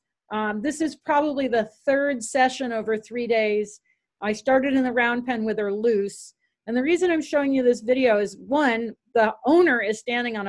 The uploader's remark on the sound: Zoom Meeting.